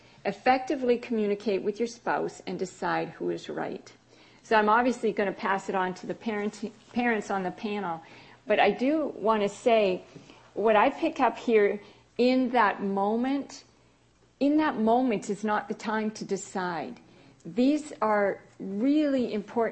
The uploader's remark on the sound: Marriage Seminar Saturday panel discussion